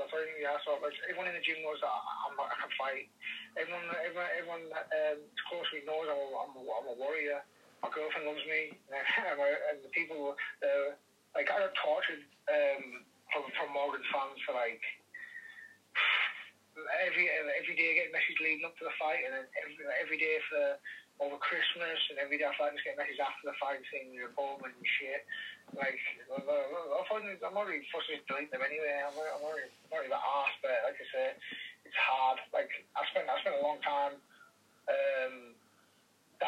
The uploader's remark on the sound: via phone call